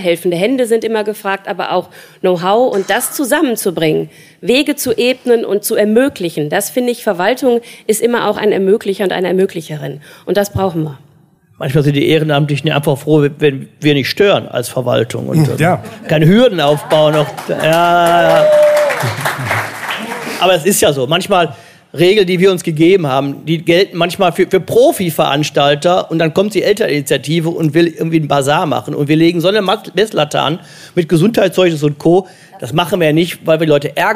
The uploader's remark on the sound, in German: Essener Engagement Forum - live